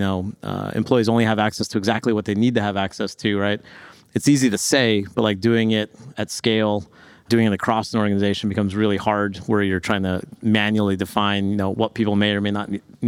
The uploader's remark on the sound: A special live episode recorded at BeyondTrust’s GoBeyond event in Miami Florida. Talking to guests at the conference.